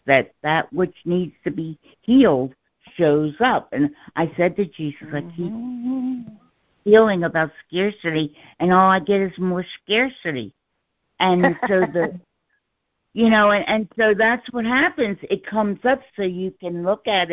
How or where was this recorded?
phone line